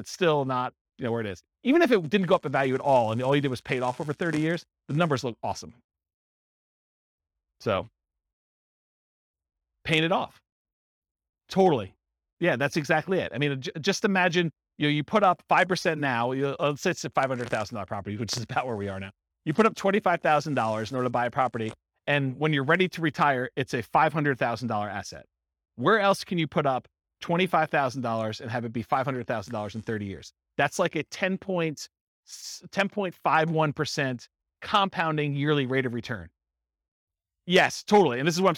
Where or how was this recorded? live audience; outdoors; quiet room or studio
live audience